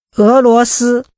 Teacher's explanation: Using two rising tones and a high level tone